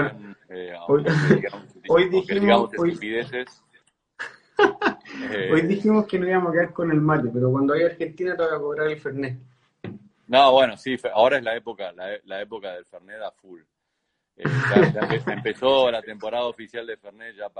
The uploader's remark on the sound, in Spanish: conversaciones en vivo por Instagram